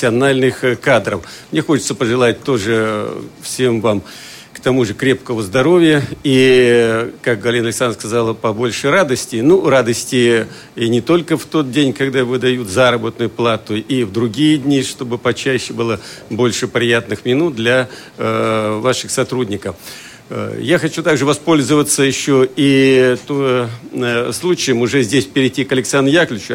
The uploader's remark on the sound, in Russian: Трансляция торжественной части итогового заседания Центрального правления ВОС 2015 года. Запись прямого эфира.